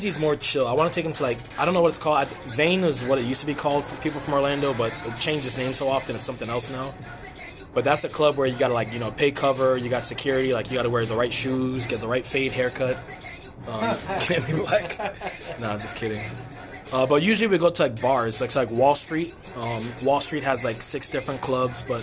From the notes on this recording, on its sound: Were out here chilling and having a BBQ while recording some random moments down here in Orlando florida.